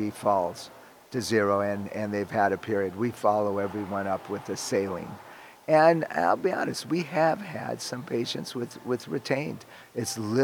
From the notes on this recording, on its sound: Live from ASRM 2023.